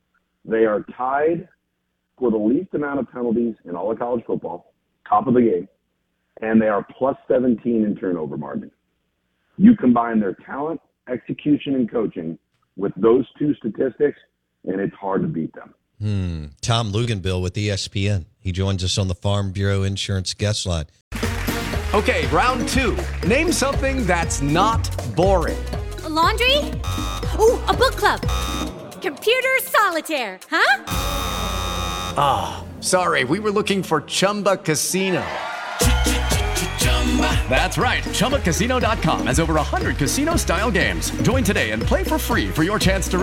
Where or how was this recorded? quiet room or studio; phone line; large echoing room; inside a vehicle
phone line